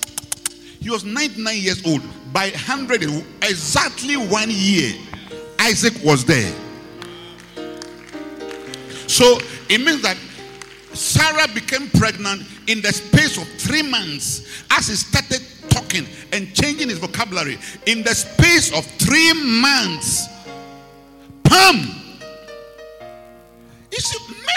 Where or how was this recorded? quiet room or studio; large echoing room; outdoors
large echoing room